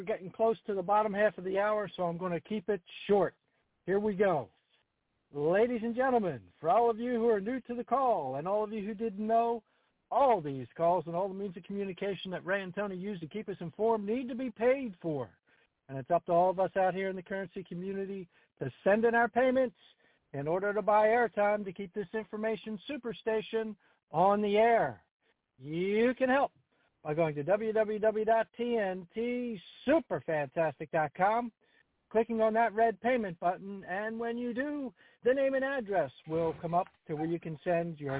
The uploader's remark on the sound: TNTSuperfantastic Conference Call